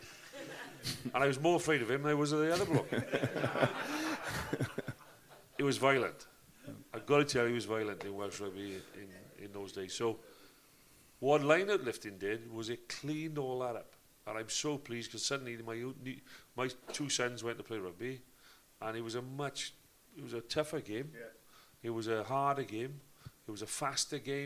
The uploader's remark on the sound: This show was recorded Live at the Whale Theatre, Greystones, Co. Wicklow.